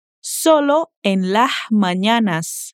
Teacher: Ao invés de dizer las mañanas, ela aspira o S de las.